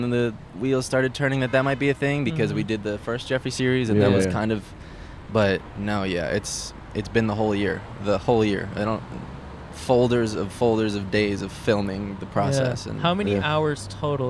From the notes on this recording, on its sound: Recorded on Brand Blvd in Glendale, CA.